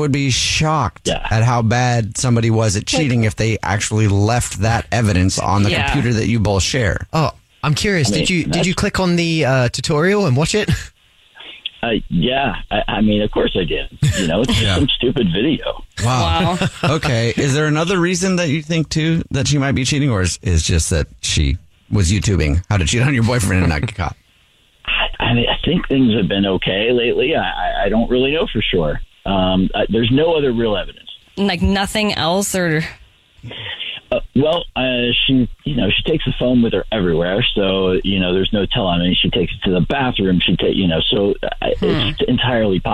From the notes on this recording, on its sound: on the phone today